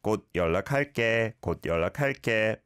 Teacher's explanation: the 디귿 받침 here doesn't need to be overly pronounced